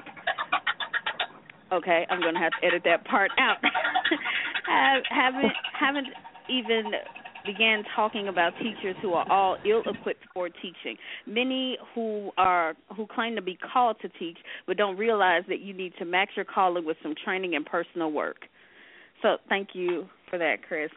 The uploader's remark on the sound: I was having sound issues!